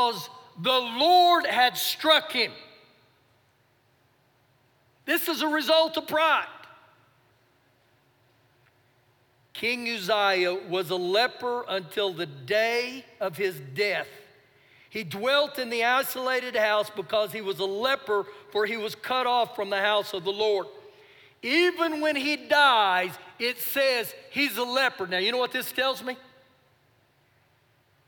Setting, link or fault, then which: setting, large echoing room